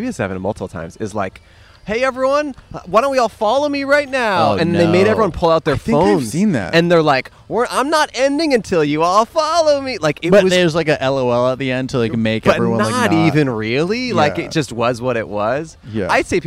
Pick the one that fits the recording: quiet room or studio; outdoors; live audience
outdoors